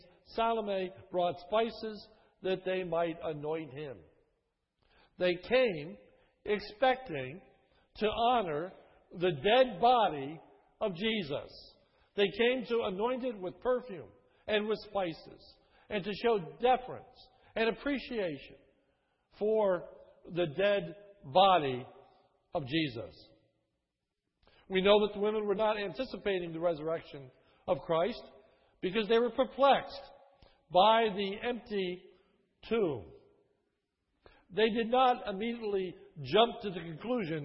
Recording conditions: large echoing room